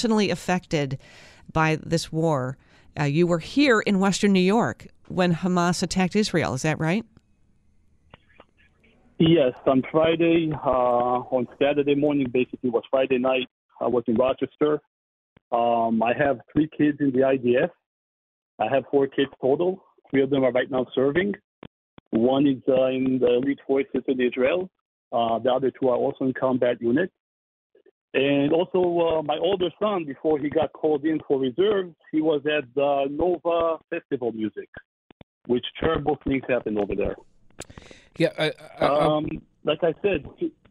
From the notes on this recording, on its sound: calls in live from Israel